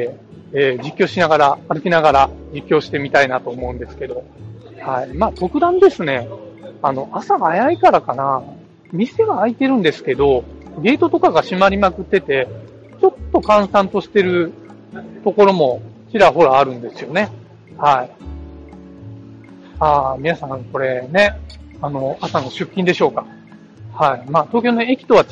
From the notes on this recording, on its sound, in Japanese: 今回も、スマホ収録のため、音声が大変聞き取りづら唸っております。